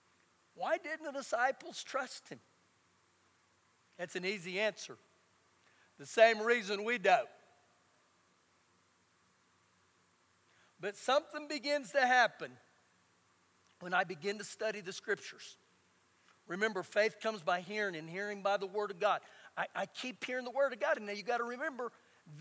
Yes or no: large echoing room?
yes